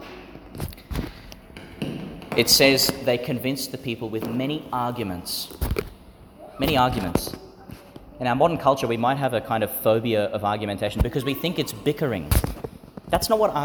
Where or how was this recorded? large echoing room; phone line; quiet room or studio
large echoing room